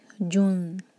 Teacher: جیم کے اوپر دومہ ہے، ہمارے ہوٹ گول ہوں گے